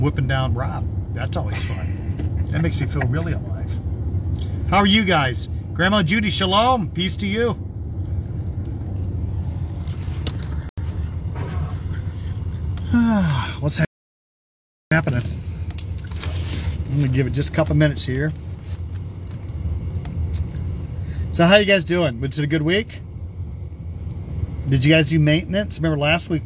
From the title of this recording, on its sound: Brown Bag In The Van